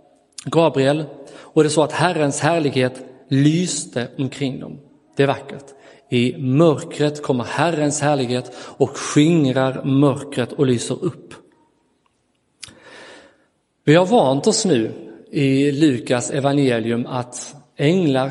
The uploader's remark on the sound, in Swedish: Inspelad i Roseniuskyrkan den 25 december 2022.